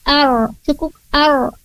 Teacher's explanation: Di sana ada huruf ro, tidak perlu dipantulkan kayak kol-kol